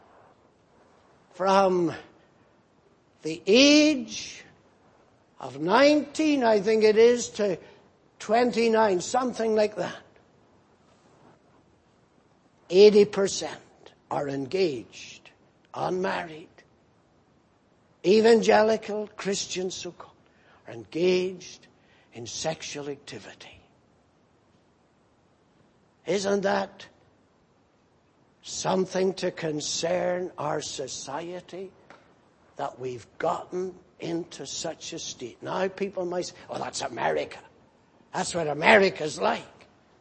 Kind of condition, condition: setting, large echoing room